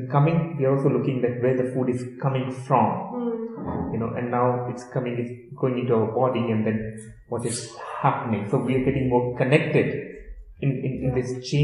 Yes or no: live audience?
yes